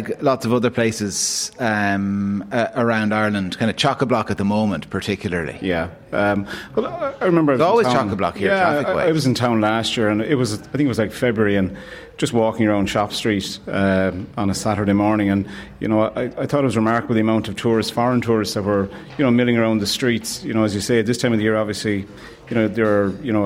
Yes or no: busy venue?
yes